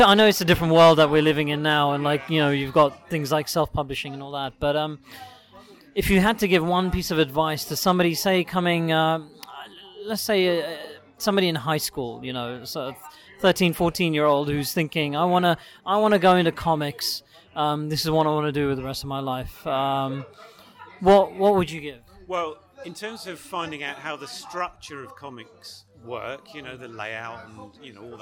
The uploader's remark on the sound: A small Transformers Convention called TFUKCon in Birmingham, England.